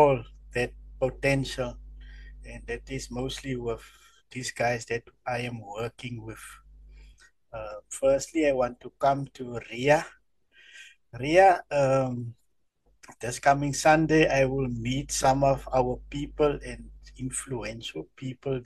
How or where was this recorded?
video call